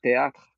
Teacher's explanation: it's just going to be pronounced like a T, even though it's going to be spelled TH.